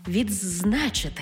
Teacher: У слові «відзначити» «ди» переходить у «дз»